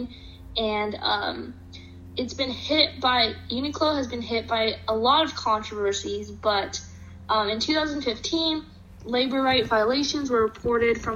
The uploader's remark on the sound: We recorded this episode via Zoom. Sorry for the audio quality!